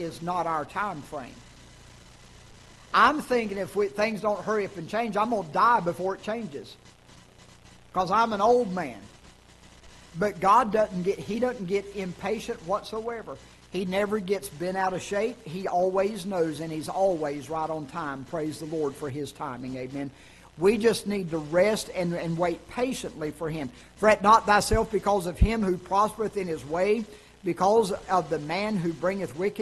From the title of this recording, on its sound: Ketha Heights Baptist Church ~ Live Broadcast